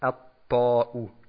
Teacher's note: Und hier steht starkes und dunkles T.